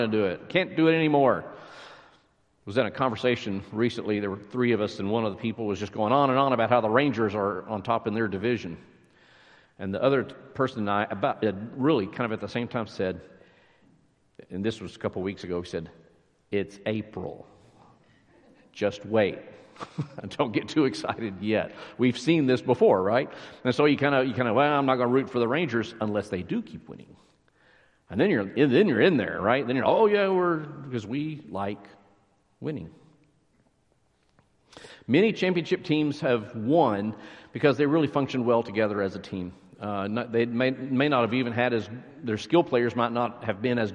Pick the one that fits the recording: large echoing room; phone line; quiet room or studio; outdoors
large echoing room